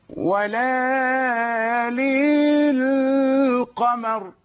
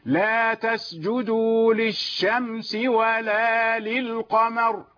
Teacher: أنت اللام المكسورة أعطيتها ياء · Shown in: first take